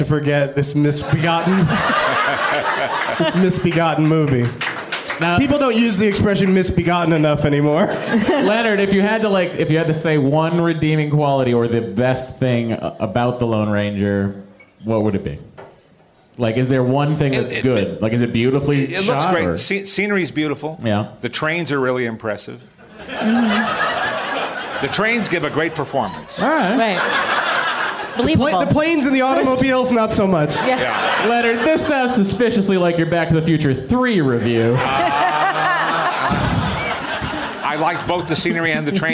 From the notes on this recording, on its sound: Live from the American Comedy Company in San Diego